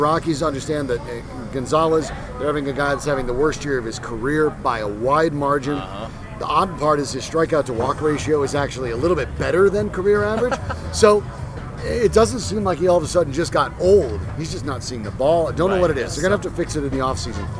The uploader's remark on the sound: Recording live at Tap XIV prior to the #Rockies' series finale against the Braves.